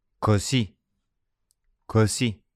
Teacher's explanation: So it doesn't sound like cozy, like when you put on a big warm winter jumper in front of the fire. It's not cozy with the emphasis on o, but it's rather così with the emphasis on I.